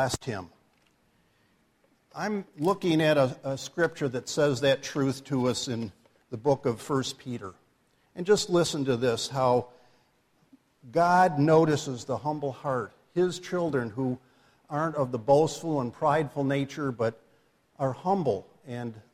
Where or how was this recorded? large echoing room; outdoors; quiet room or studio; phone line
large echoing room